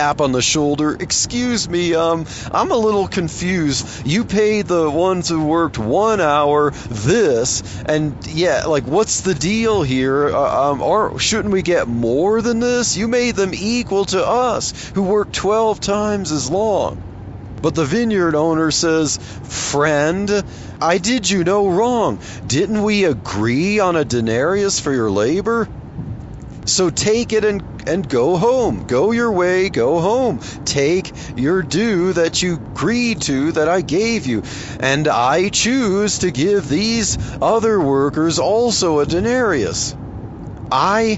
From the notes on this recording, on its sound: while driving to work